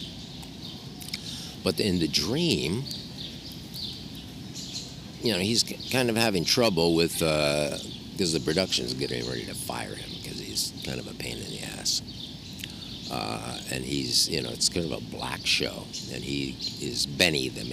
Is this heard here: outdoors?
yes